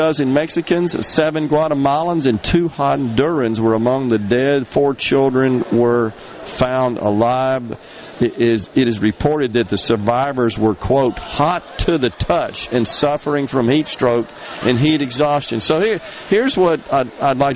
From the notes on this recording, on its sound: is LIVE from the Mississippi Municipal League's Annual Conference on the MS Gulf Coast